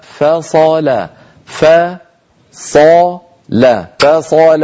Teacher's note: الفاء مرققة الصاد مفخمة اللام مرققة